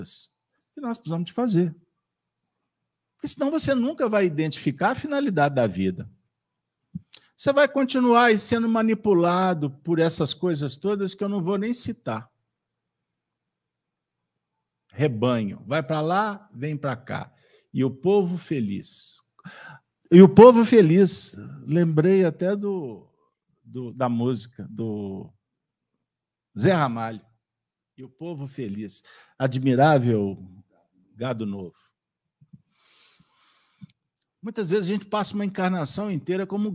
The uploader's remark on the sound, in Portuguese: Reunião Pública realizada na Fraternidade de Estudos Espírita Allan Kardec com público presencial, transmitida pelos Canais GÊNESE e RAE TV.